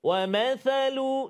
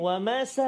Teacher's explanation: huruf tha dan huruf zal ni sebutan dia hujung lidah kena keluar sedikit · Shown in: first take · Term: hujung lidah keluar